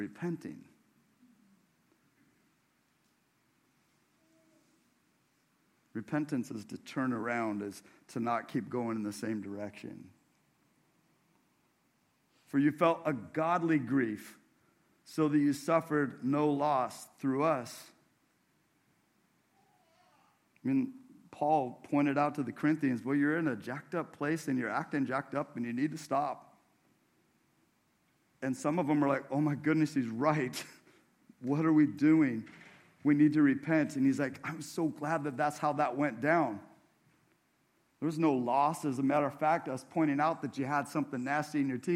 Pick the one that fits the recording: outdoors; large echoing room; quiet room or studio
large echoing room